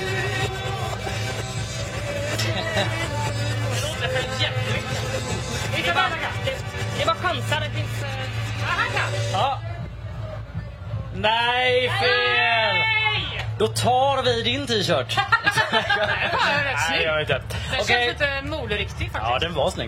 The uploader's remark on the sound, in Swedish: Live från WOW. På festivalen.